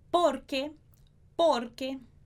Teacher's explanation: essa parte mais forte é no por